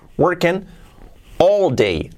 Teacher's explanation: Y la G prácticamente no se pronuncia